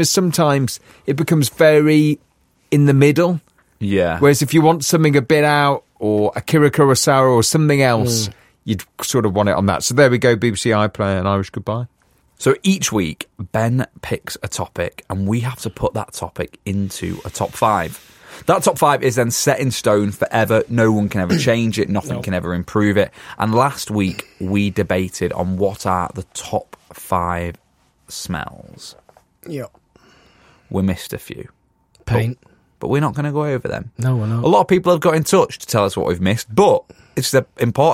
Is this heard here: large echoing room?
no